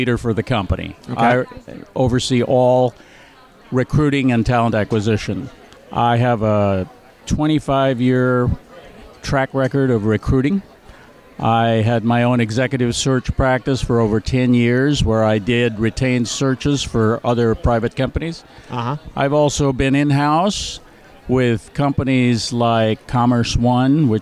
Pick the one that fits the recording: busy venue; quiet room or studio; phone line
busy venue